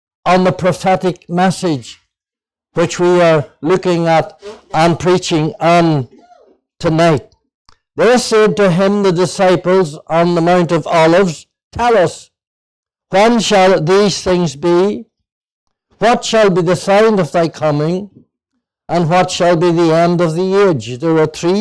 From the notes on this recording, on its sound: (Junction 13 Gospel Mission). This audio was recorded at the Lifeboat Fellowship, Grange Corner, Moy.